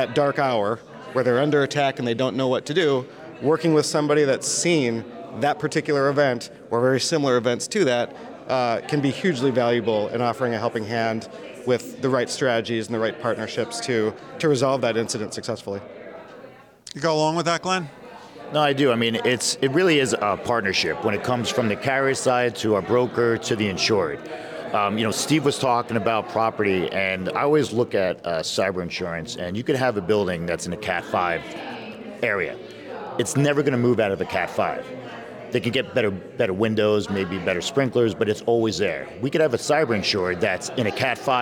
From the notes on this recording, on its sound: A panel of industry experts at the 2023 WSIA Annual Marketplace in San Diego